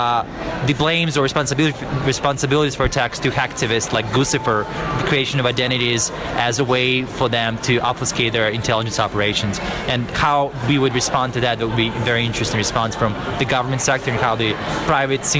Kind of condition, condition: setting, busy venue